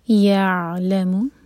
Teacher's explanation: عین ساکن پر جھٹکا نہ ہو اس لیے تھوڑا سا ٹائم دیں گے اور عین کو حلق سے پڑھیں گے